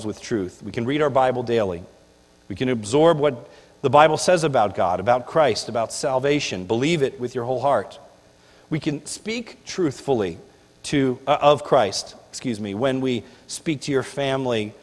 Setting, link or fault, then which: setting, large echoing room